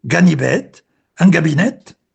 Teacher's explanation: És la metatesi, com diuen els lingüistes, és a dir, la inversió de dues lletres o síl·labes veïnes.